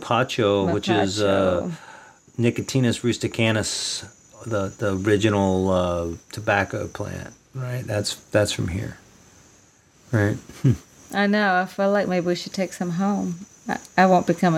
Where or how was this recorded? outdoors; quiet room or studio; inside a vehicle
outdoors